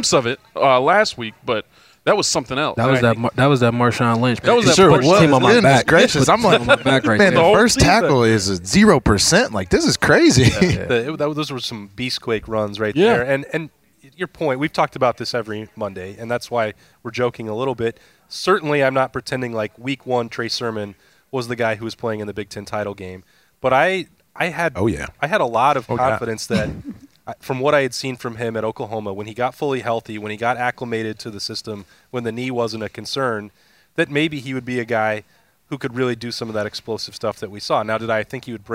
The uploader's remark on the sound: Lettermen Live hosted by Roosters is back to break it all down. Lettermen Live is hosted by Roosters on Olentangy River Road in Columbus.